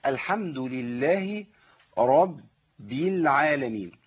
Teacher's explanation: انا عندي راء مفخمه وباء بعديها مرققه